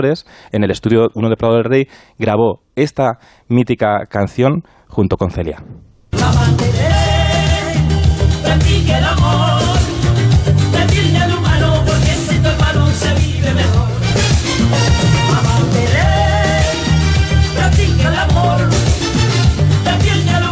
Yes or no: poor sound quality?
no